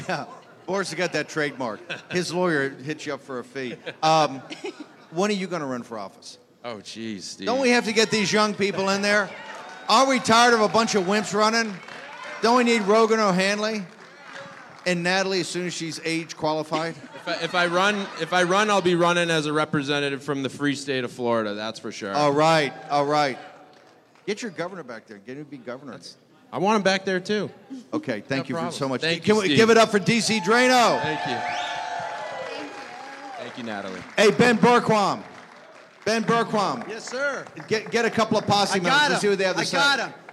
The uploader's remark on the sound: Live AMFest 2023